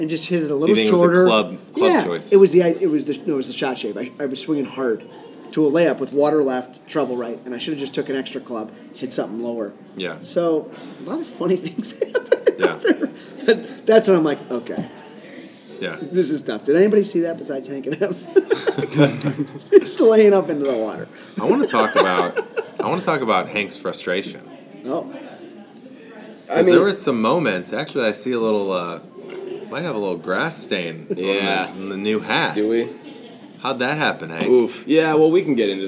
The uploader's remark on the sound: LIVE from the PGA Show.